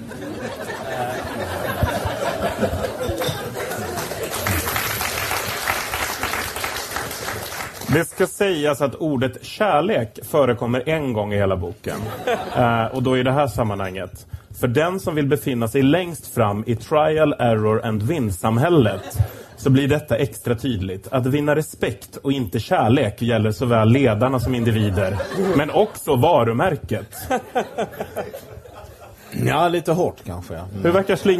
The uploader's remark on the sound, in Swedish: Inspelat live på Kägelbanan i Stockholm.